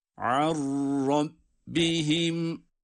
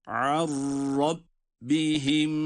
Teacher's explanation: İnnehum an rabbihim, an rabbihim şeklinde yazılsa da burada idgamı bila gunne. Yani cezimli nun kendisinden sonra gelen ra harfine katılarak ra şeddeliymiş gibi okunuyor. Buna idgam bila gunne diyoruz.